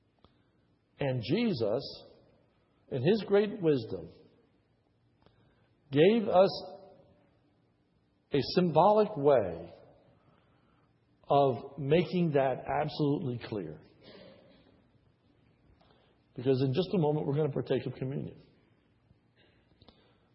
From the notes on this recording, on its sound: This is a sermon recorded at the Lebanon Bible Fellowship Church, in Lebanon, PA. During the morning service. Was preached on a Communion Sunday.